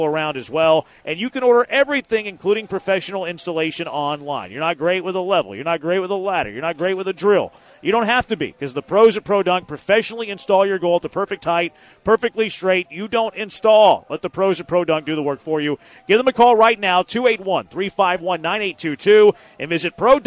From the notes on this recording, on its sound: LIVE from The Tailgate!